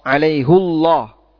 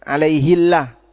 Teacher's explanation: Kalau dibaca alaihullah, ini tafkhim. Sehingga Allahnya jadi tebal.